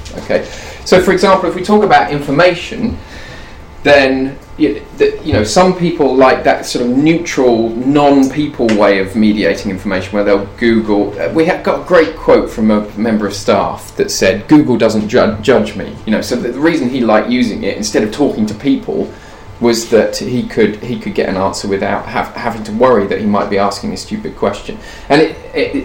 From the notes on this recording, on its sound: speaks at the SRHE Digital University Network event